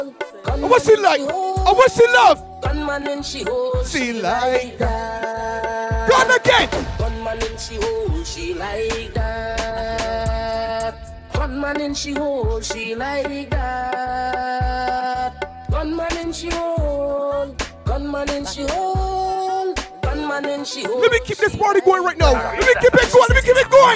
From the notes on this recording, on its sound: Live audio from CP's Wete Fete